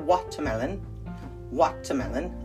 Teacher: Some people pronounce it watermelon, watermelon, emphasis on the wa. And in the United States, we call it watermelon.